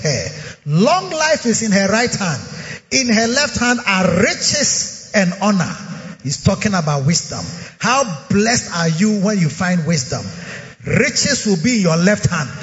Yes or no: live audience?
yes